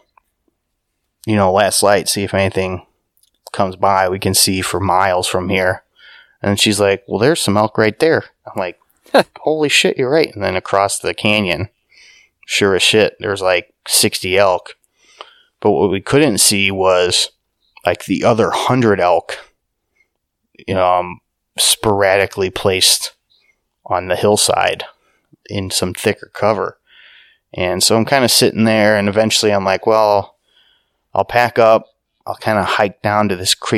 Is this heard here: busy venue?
no